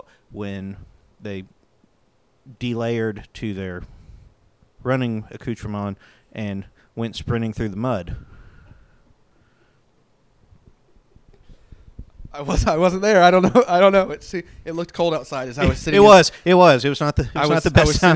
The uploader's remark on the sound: on location in Evansville for the OVC Basketball Tournament